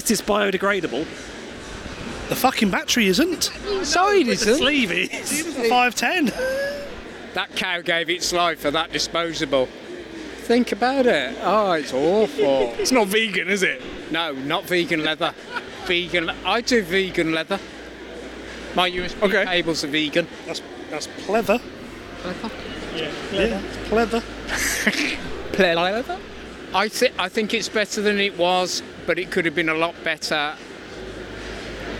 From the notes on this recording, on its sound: A couple of field recordings from Expo 2022, live at the event.